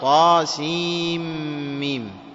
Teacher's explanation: تدغم النون من هجاء السين في الميم الأولى من هجاء الميم في طاسين ميم